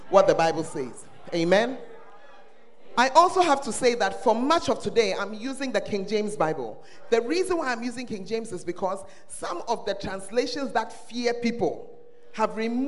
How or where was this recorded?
large echoing room